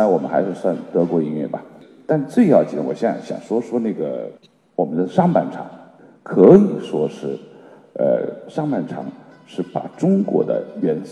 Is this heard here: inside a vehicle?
no